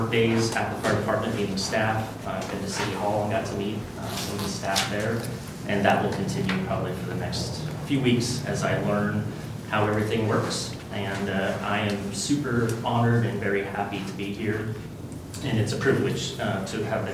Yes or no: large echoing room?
yes